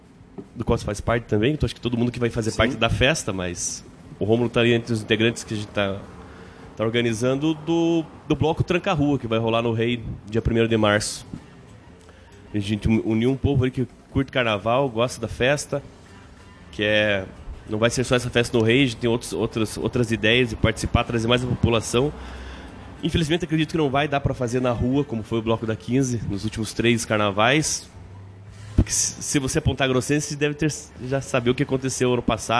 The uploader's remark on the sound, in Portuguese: Neste programa, gravado no Bar do Julio.